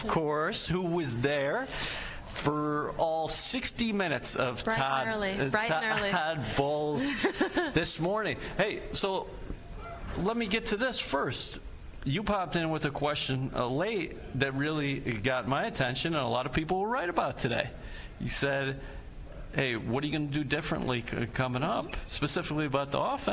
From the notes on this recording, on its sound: Live at the League Meetings